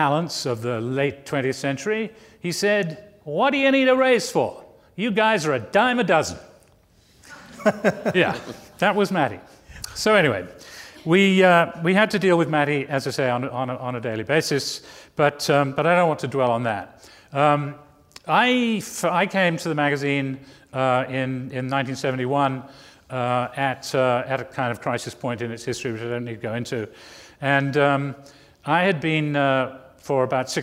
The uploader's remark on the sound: Recorded in front of a live audience on September 10, 2015 at New York’s 92nd Street Y.